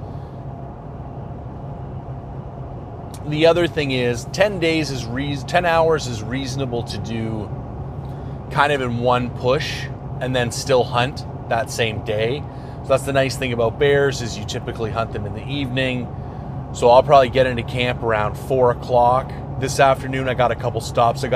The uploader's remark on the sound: For those unfamiliar with this style of podcast, I bring an audio recorder with me on my hunt and do my best to break it out a few times a day and tell the story of the hunt in audio format as things unfold in real-time. On this particular episode I find myself up north in the Prince George region hunting bears.